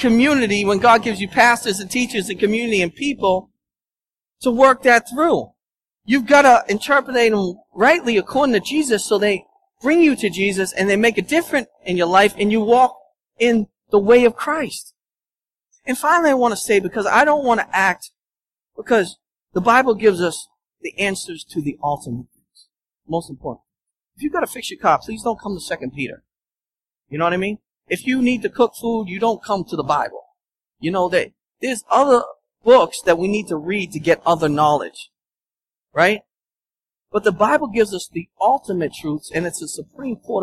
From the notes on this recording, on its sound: At Restoration Road Church in Wakefield, Massachusetts.